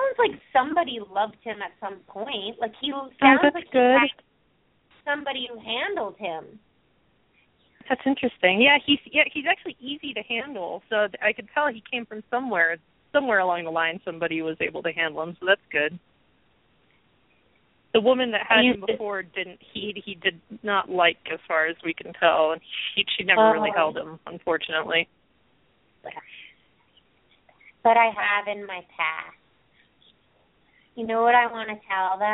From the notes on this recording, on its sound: open up the lines for listeners to call in to ask questions